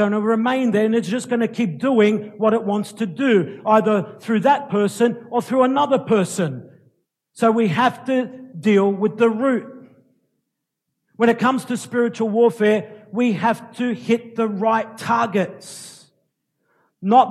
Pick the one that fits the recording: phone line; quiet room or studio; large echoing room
large echoing room